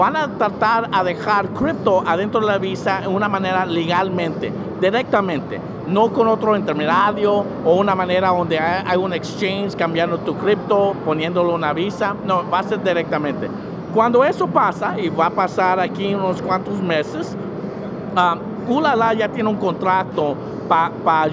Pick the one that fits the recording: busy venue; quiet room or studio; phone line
busy venue